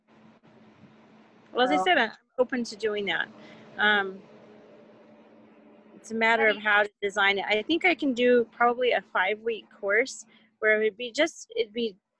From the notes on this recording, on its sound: A zoom chat. Despite the internet freezing on my end, resulting in me talking over my guest at times.